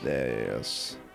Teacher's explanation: If you got creaky voice, you going real slow. My throat's all packed down, and everything coming out is really not using that much air.